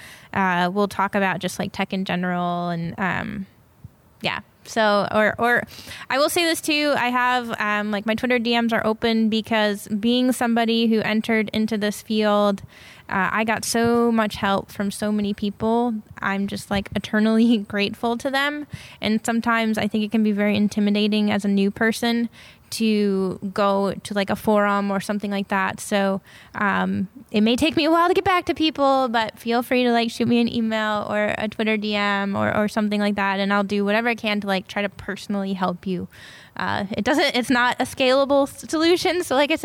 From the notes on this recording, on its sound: on location at Fluent/Velocity